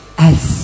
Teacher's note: As kecil, tidak boleh ash, apalagi ash keliru, tapi kecil as.